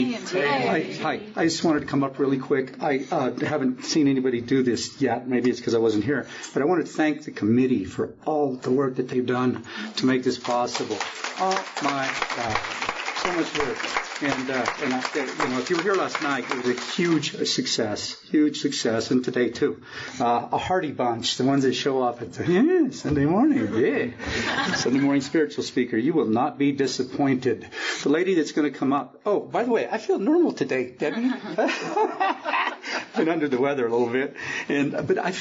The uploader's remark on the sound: The 12th Step is the topic of this meeting held at the Fellowship of the Spirit Conference in Utah from 2011. Multiple Speakers.